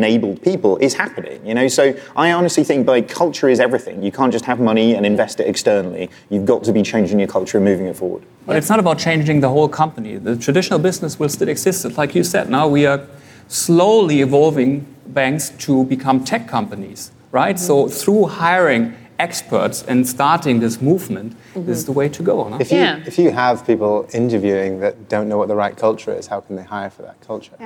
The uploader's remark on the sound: The F'in Debate - Live from Money20/20 Europe.